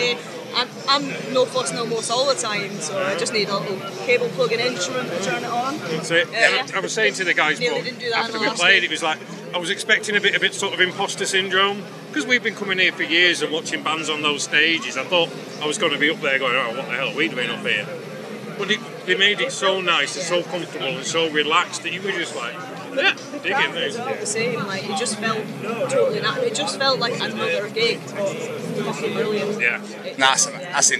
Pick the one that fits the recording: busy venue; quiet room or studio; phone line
busy venue